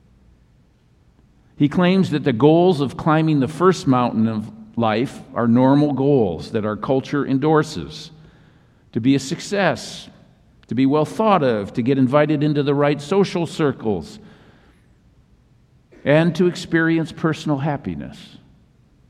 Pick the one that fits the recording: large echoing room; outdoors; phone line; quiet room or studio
large echoing room